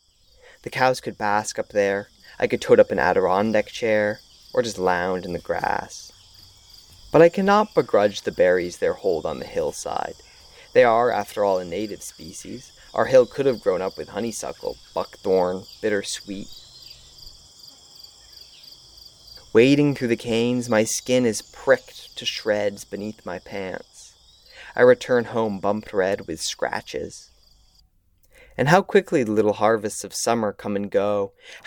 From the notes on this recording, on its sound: An audio map of my backyard.